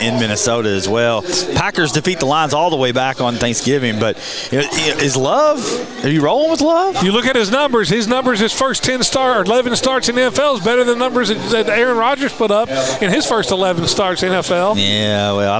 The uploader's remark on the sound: Live at the Owensboro Sportscenter